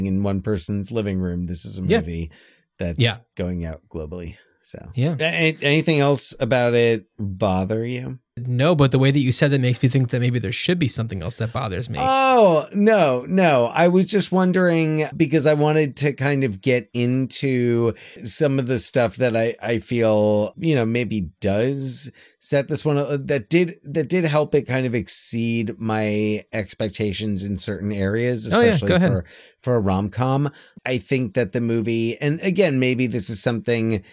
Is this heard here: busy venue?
no